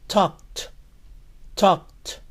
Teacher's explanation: Recuerden que la L en esta palabra no se pronuncia. Termina en sonido K.